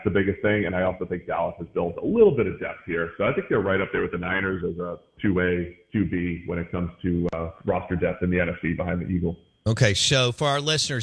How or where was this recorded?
phone line